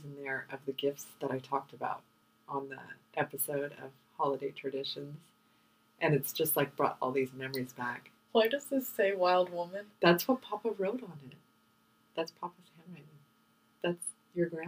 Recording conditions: poor sound quality